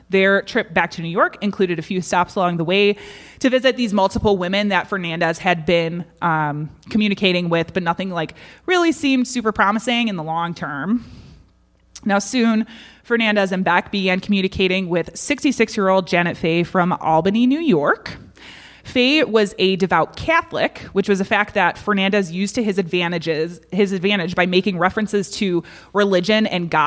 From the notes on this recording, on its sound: This week we bring you The Bad Taste Crime Podcast Live from Dark Matters! A special thank you to Side Street Studio Arts and Ghostly Podcast for this great event!